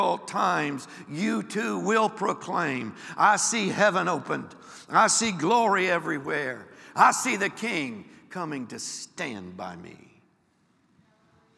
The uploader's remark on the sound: Recorded live on 4/23/23.